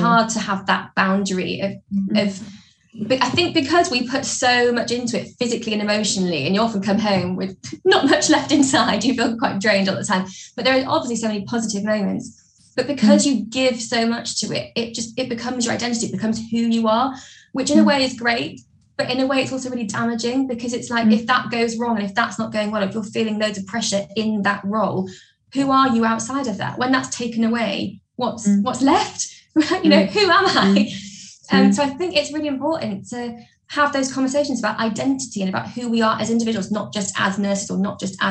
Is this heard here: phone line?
no